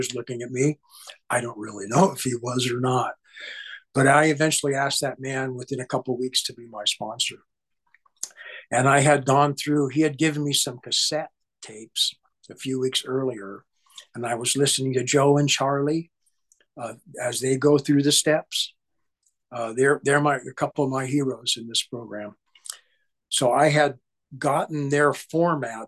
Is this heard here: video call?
yes